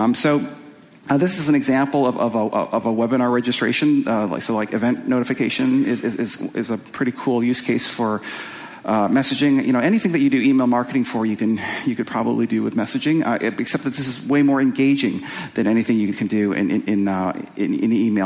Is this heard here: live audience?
yes